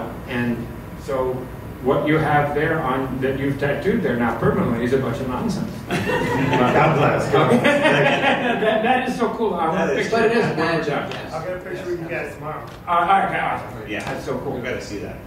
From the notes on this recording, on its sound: Panels at Twin Cities Con in Minneapolis from November 3-5, 2024.